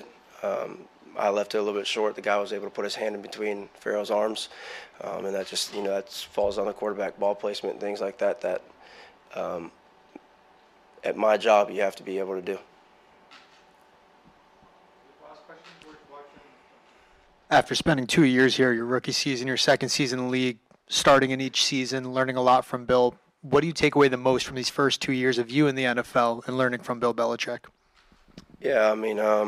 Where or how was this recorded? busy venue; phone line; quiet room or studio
busy venue